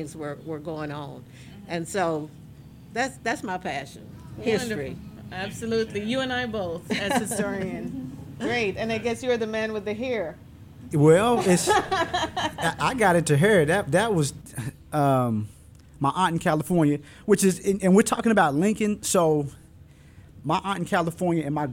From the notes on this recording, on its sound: Undisciplined comes to you live from Aki'bart Gallery in Fort Smith, Arkansas